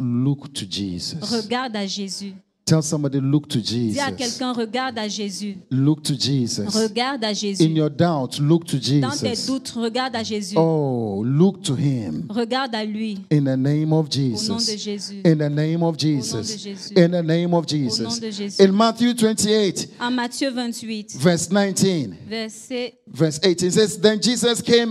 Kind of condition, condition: setting, large echoing room